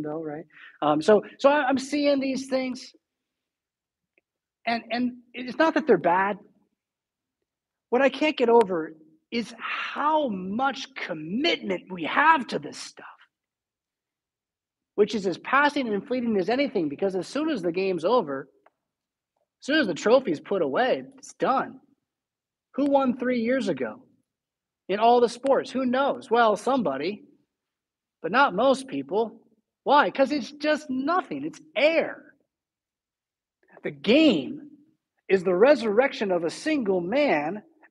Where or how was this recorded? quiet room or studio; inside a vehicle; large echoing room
large echoing room